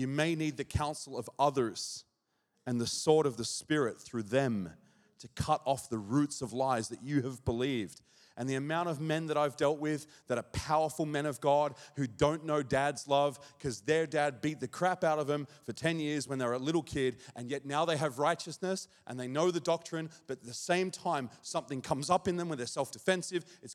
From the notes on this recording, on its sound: This message was recorded at Zion Church Gold Coast on Sunday July 11th 2023.